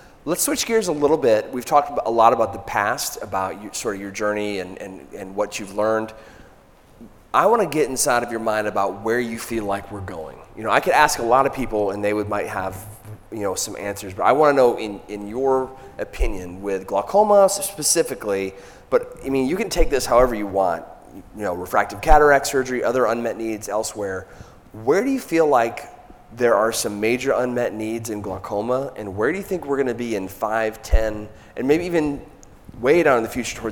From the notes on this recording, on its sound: For an on-stage interview at the ME Live meeting in Nashville. In this live recording. While fielding questions from the audience.